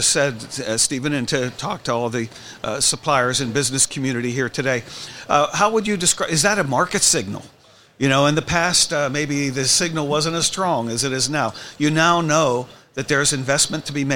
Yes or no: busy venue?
yes